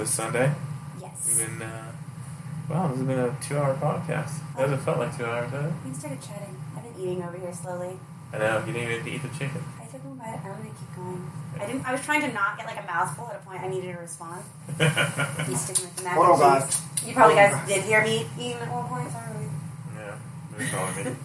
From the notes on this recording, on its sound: We had the boys around and the new location may have caused some sound issues.